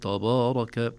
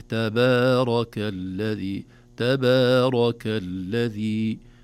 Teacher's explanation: نخلص الباء بمدها والتاء قبلها من تفخيم تأثر بالراء · Shown in: second take